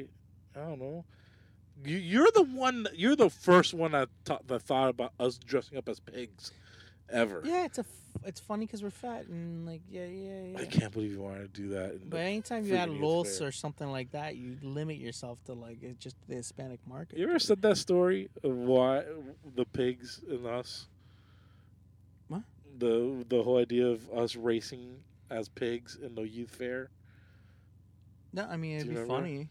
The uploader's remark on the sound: We are in the car. Recorded at Thank You Miami.